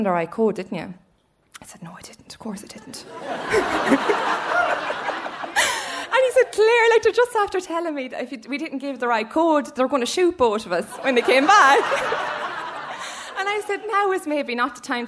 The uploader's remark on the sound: stories recorded onstage at The Dublin Story Slam